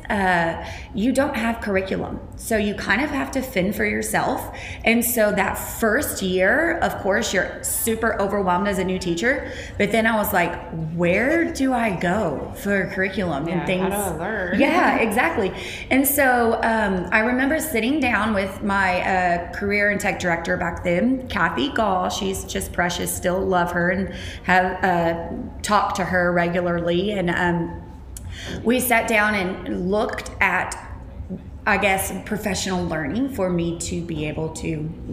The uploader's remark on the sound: Live from TCEA. This episode is coming to you live from Dallas as they attend the TCEA conference.